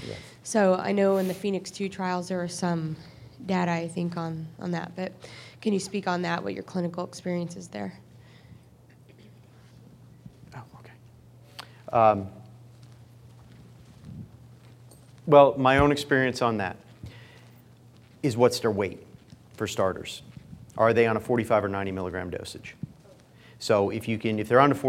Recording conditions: live audience